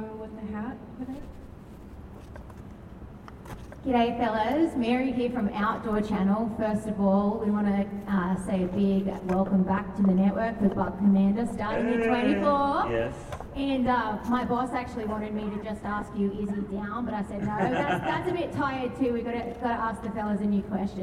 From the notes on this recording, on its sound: we attended an exclusive Press Conference